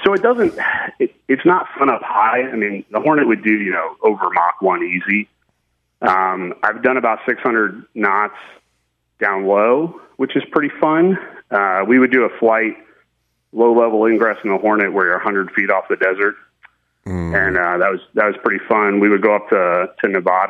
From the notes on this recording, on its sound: Later they take fan phone calls